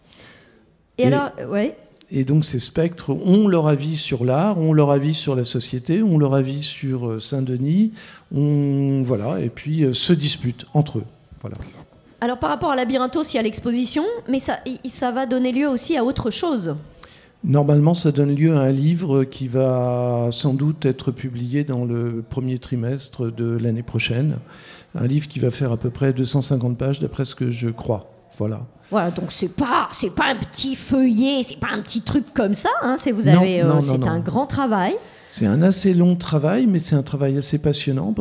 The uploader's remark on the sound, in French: Une émission enregistrée en public, au 6b, à Saint-Denis, 6 -10 Quai de Seine, 93200 Saint-Denis. À l'occasion des Portes Ouvertes du 6b.